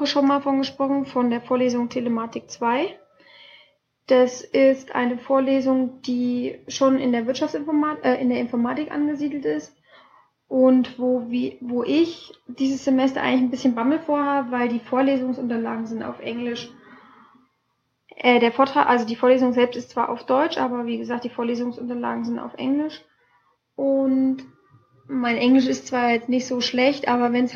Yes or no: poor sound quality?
yes